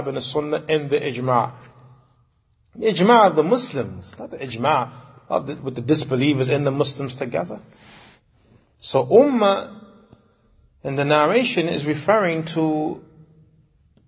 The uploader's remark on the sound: Lecture given at Masjid Nur Allah, Queens, Ny